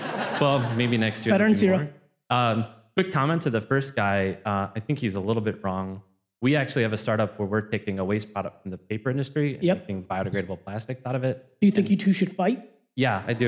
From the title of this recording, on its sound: A Keynote: #SXSW 2017 LIVE Q&A